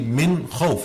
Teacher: We have the noon with the sukoon. After it is the kha, which is one of the letters of the throat. So there's no ghunna. You should say min khawf, should be apparent.